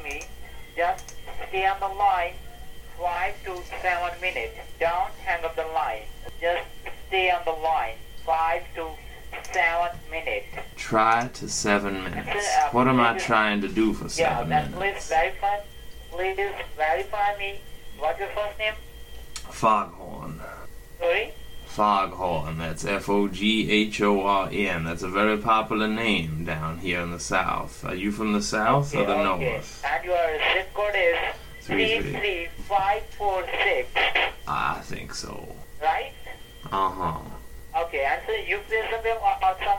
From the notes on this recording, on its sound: I kept one scammer group on the phone for over half an hour!